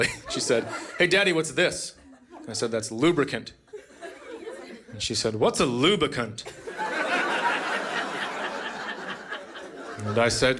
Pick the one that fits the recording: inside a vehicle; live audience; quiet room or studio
live audience